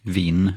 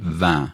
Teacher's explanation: Så man säger, när man säger ordet vin så eftersom det slutar på en så blir det här i-et nasalerat · Shown in: second take · Så det heter inte vin eller något sånt på franska utan blir vin. · Term: nasala vokalen